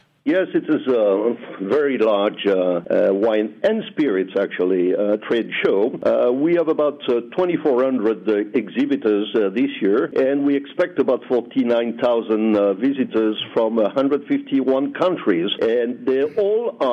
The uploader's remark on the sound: Welcomes him to the program by phone. Vinexpo Bordeaux.